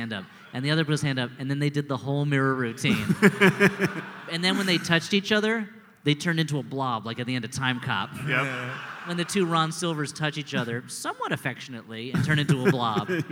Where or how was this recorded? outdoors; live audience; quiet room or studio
live audience